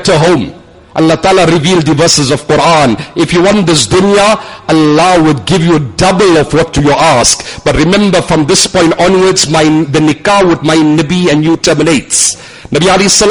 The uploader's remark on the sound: Jumuah lecture at Umhlanga Masjid